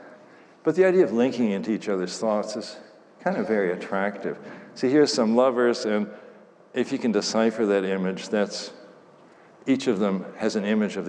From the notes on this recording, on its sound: Talk at the IOHK Summit conference in Miami Beach.